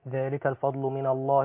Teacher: الفاء المرققة والضاد اللي هي المستعلية المفخمة